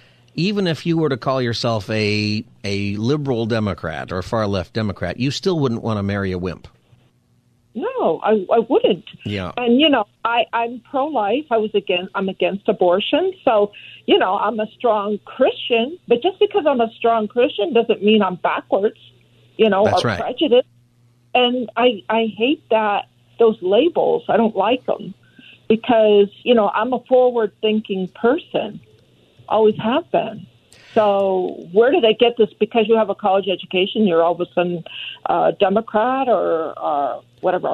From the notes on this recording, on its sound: Listeners call in and give their thoughts on the survey.